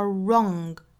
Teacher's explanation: 尾部呢我们听到有一个 g 这样的声音带出来的 wrong